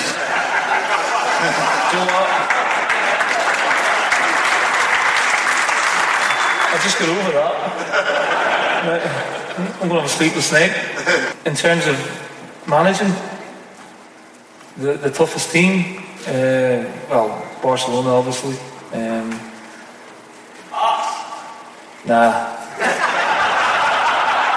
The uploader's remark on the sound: Live: The Q &